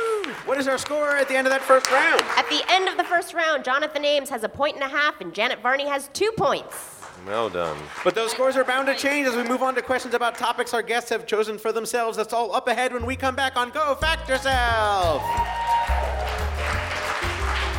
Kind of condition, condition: setting, busy venue